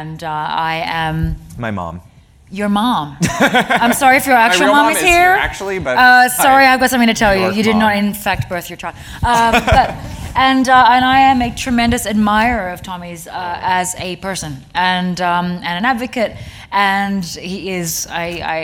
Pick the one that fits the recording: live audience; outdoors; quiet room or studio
live audience